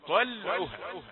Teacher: طلعها طاء مفخمة ويليها مباشرة لام مرققة، فلا تقل طل ولكن طلعها. طلعها انتقل بخفة من الطاء المفخمة إلى اللام المرققة